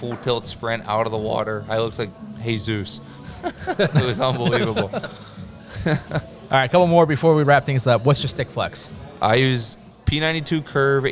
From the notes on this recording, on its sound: Were back with another live show at Brewskys.